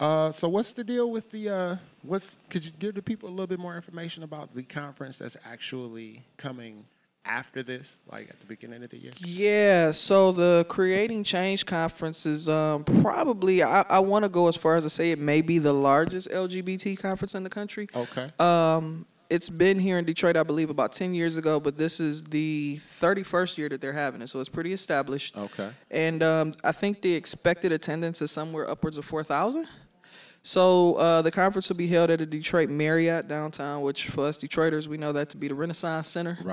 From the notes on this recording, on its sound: go on location to Wayne State University for the Queering Racial Justice Conference